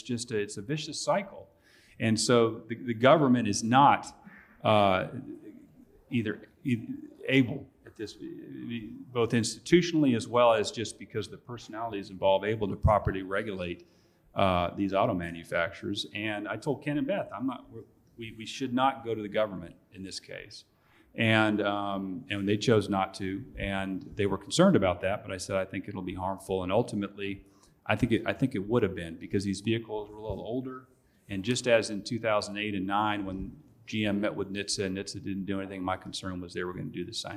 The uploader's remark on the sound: Ive from the 2019 Georgia Trial Lawyers Association Conference. In a special episode recorded live at the Georgia Trial Lawyers Association’s 2019 Holiday Workshop in Atlanta.